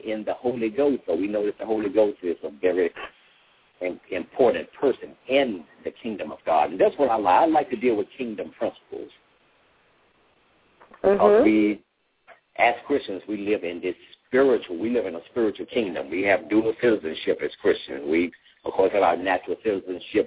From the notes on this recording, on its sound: LML uses a progressive live call in format.